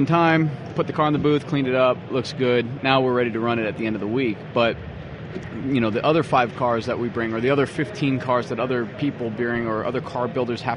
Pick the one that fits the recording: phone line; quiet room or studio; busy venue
busy venue